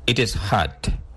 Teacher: So the T in it changes to a fast D sound.